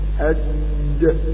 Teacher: الدال من طرف اللسان ينحبس النفس عند طرف اللسان